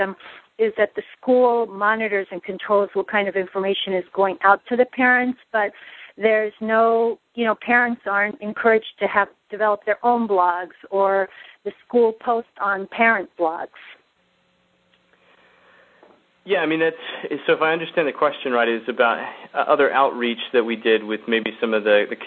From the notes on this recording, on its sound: The Open Gov conference call series